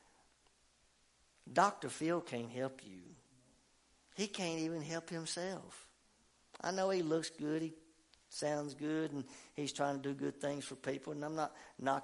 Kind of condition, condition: setting, large echoing room